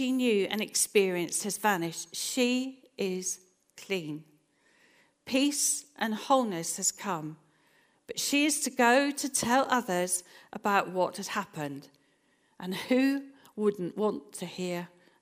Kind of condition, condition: setting, large echoing room